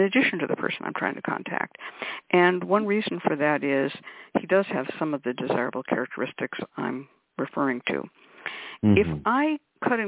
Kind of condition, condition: link, phone line